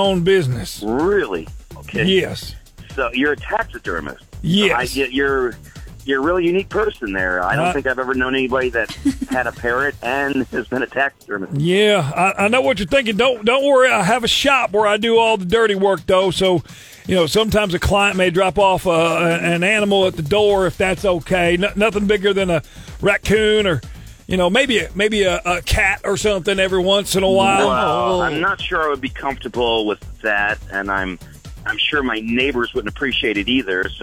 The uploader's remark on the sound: Prank Call